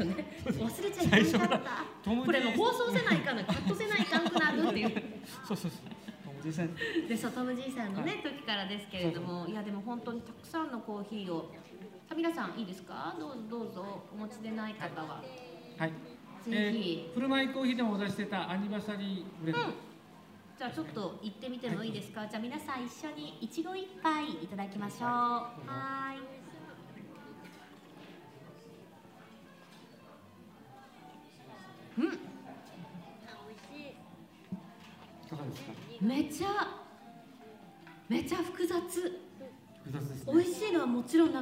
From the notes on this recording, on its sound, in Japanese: あだち珈琲の20周年を記念して大川店に出張収録！